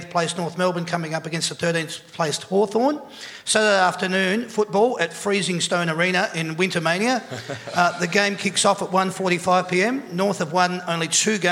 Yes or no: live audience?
yes